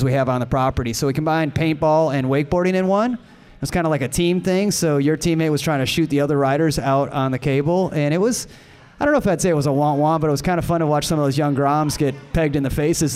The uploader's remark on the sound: Live at TSR Cablestock 2017. Comes to you from the Texas Ski Ranch and the 2017 TSR Cablestock. Records in front of a live crowd during the annual Charity Casino Night Event.